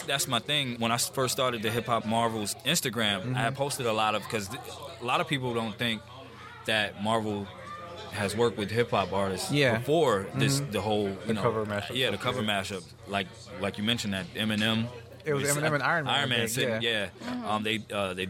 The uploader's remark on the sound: Hip Hop Marvels Mashup Live. A podmash at THE BEST comic and games store around - The Battlegrounds Games and Comics in Dalton, GA!